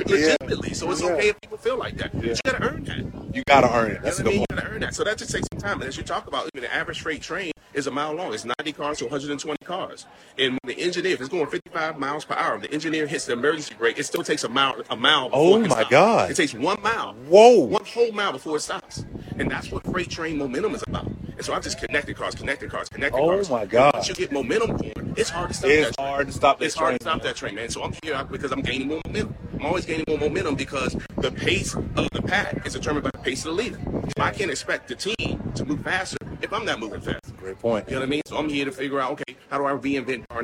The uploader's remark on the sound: Recorded October 4th from Vegas at the Next Level Mastermind